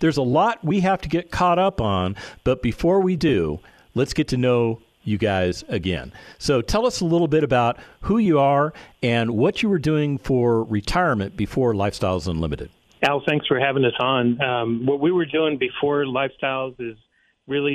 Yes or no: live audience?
no